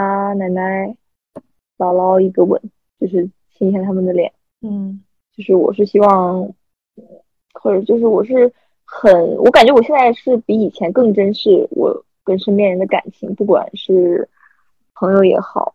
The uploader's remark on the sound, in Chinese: 我们第一期录得有点烂